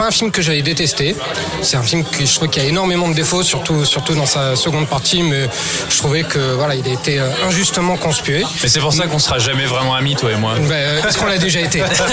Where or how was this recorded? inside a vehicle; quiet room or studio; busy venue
busy venue